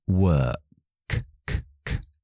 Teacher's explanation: esa K no vibra mi voz cuando lo pronuncio, es un sonido que manifiesto con la boca, no involucra la voz. · Term: sonido sordo